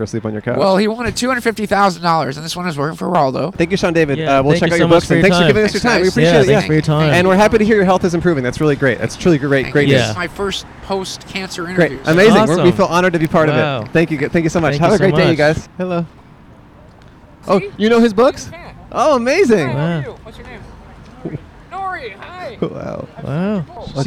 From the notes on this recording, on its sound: Outside AlienCon. Recorded 3/5/23 at the Pasadena Convention Center in California.